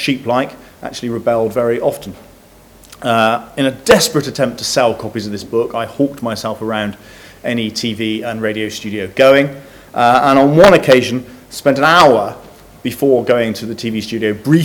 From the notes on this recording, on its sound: Which took place Tuesday 3 March 2015 in the Gustave Tuck Lecture Theatre at UCL.